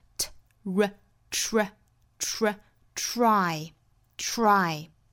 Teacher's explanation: 我们发的时候应该发一个 ch 加 r 这个音一定不能丢